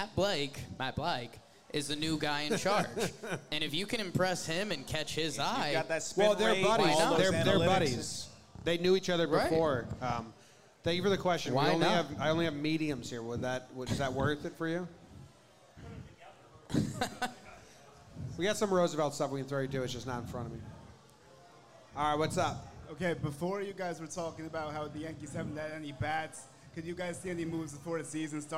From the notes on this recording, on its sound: Live in Tampa